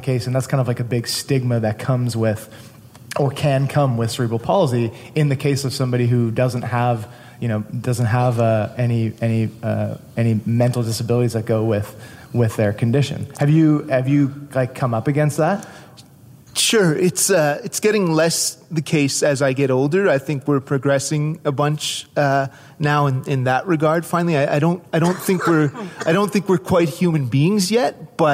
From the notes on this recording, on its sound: Live from the Atlantic Podcast Summit